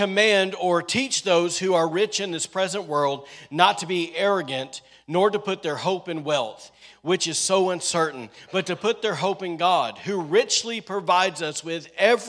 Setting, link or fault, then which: setting, large echoing room